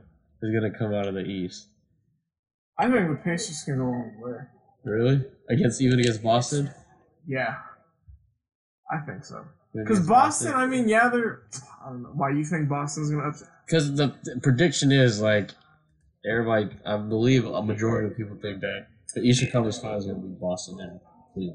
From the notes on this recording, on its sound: some technical difficulties were on this episode